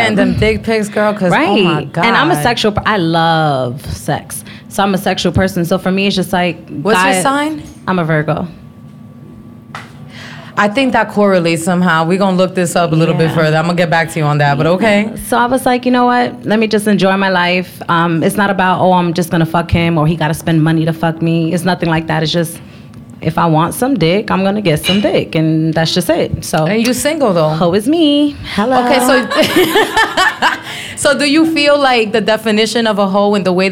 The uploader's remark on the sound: Tacos Tequila & Trivia Live Show. It's my very first solo live show and also trivia night! Location: Novelty at 101 Orlando FL.